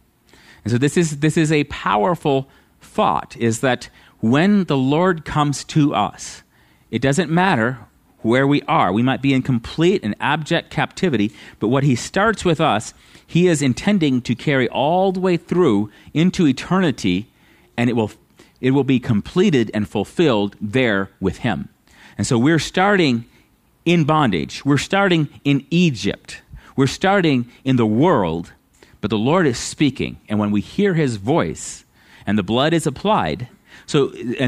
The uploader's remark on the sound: at Living Water Fellowship Denver's Sunday morning service on August 21st 2022